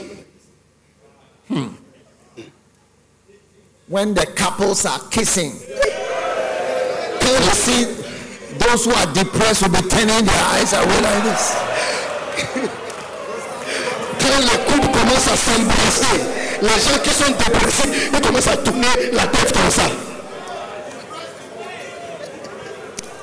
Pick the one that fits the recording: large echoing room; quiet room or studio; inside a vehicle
large echoing room